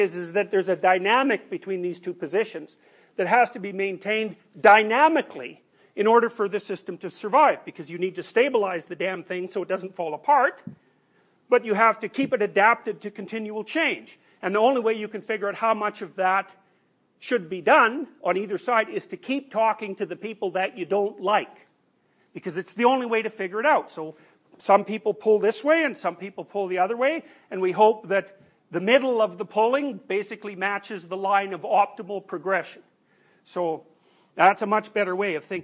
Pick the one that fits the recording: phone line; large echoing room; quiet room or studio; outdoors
large echoing room